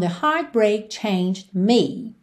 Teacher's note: Lembra que a pronúncia não é changed, ok? A gente tem um ED aí, mas o E não é pronunciado.